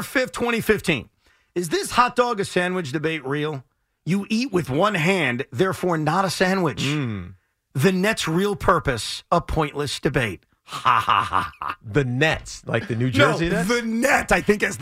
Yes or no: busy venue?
no